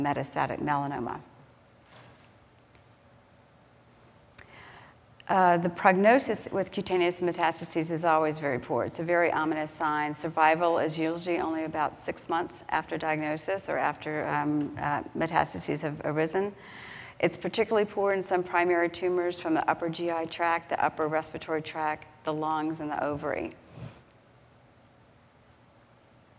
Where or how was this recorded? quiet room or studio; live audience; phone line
live audience